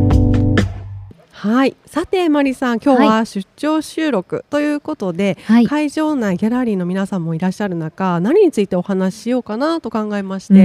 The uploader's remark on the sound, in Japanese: 2月20日（火）～22日（木）開催の「健康博覧会2024」に日本化粧品協会が初出展！今回は、番組初となる出展ブースでの公開収録を実施。ブースのこだわりや展示品をご紹介する現場レポート。